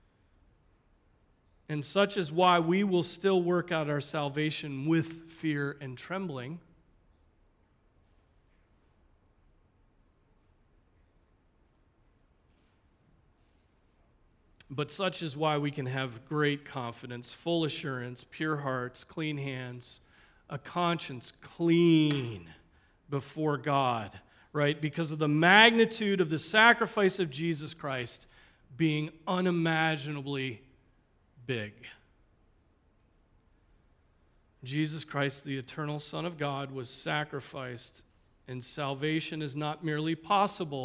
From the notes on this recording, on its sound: Preached on April 7, 2023 at Trinity Presbyterian Church ( Evangel Presbytery ) in Spartanburg, SC.